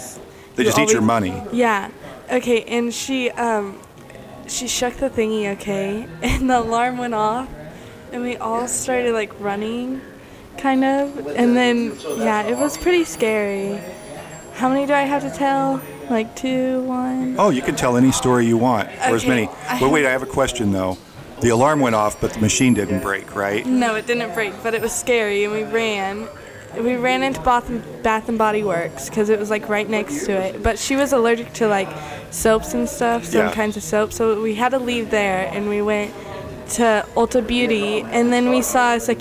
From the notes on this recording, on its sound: Since we were in an open and active coffee shop and bookstore, you’ll hear a lot of ambient noise. We’ve tried to account for that the best we can, but I also think it gives you a sense of what it was like as we were recording live. We never knew when someone would walk in the door, or when some other noise of normal life would emerge.